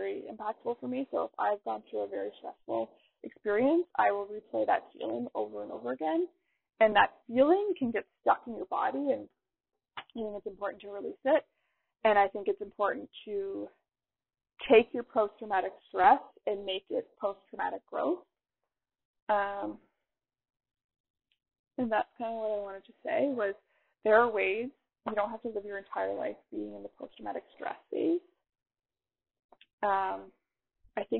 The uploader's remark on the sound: I am sorry in advance about the sound quality.